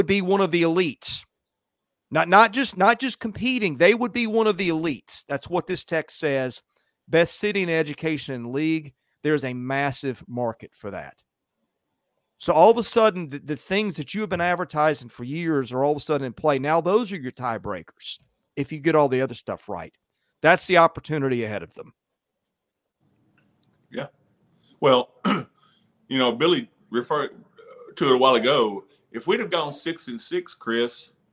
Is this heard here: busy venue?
no